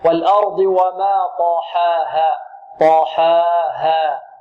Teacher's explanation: الحاء هنا مرققة، ولكن لا نميل الفتحة أو لا نقلل الفتحة، لا نقول والأرض وما طاحاها طاحا، تريد أن ترقق الحاء فتميل، لا، والأرض وما طاحاها طاحاها.